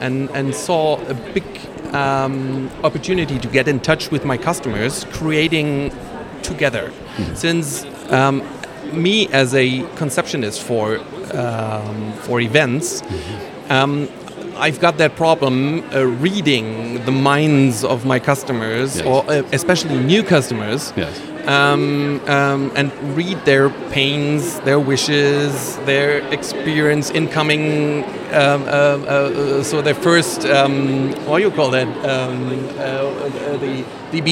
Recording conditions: busy venue